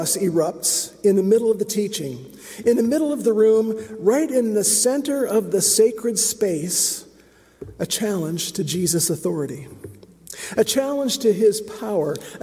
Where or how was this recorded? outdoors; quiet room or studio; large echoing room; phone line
large echoing room